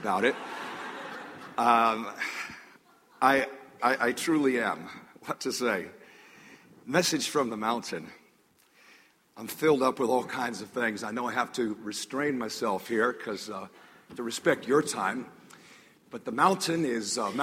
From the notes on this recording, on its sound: This sermon was recorded on June 8, 2014 a the North River Church of Christ in Atlanta, Georgia.